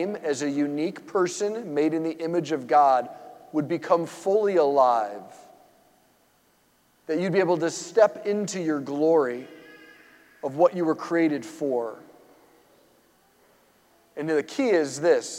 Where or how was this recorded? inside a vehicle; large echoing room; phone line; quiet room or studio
large echoing room